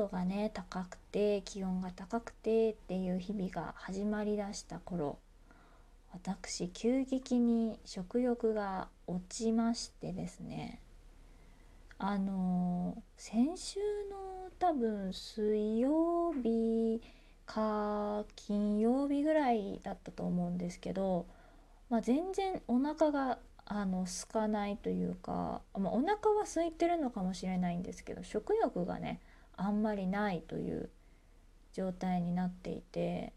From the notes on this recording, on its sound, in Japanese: 自宅でスマホによる収録のため様々な騒音が収録されています、ご了承ください。キッチンのすみっこで。